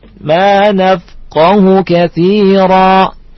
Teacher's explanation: perhatikan kalimat nafqahu ya di sini hanya ha asli oleh karena itu dibaca pendek